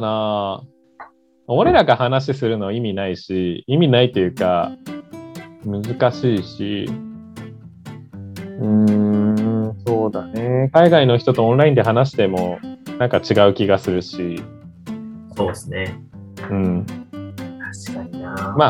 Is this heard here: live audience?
no